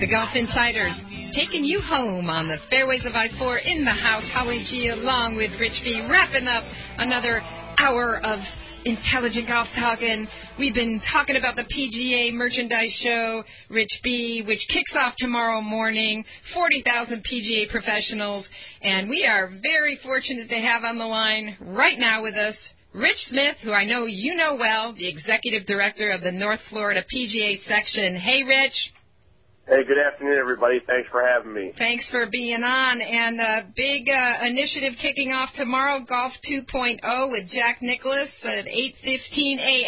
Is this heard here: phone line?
yes